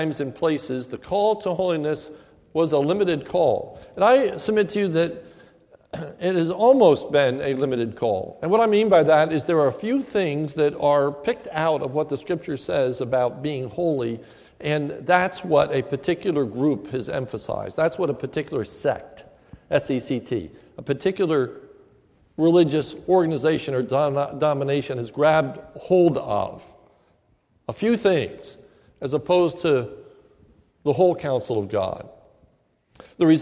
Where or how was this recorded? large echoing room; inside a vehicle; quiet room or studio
large echoing room